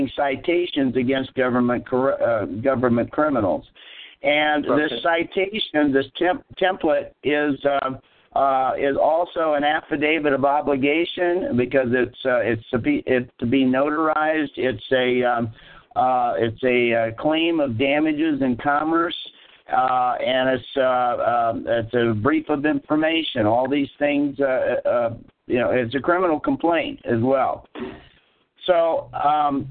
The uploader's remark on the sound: who are scheduled to join with us in this phone-conference